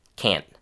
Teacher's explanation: when we make negative sentences, on the other hand, with can't, we do hear the short ah sound